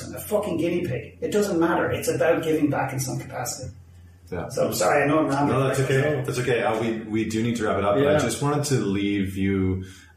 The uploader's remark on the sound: Apologies for the poor audio quality